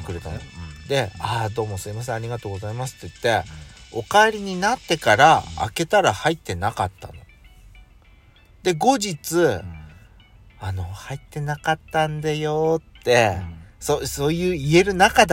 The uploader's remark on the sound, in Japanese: スタバのいちごフラペチーノを口実に収録してます。2人組。パーキング収録。